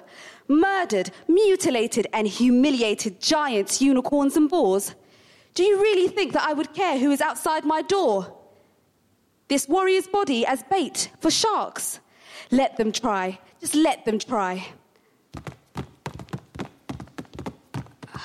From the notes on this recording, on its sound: Recorded live at The Roundhouse Camden.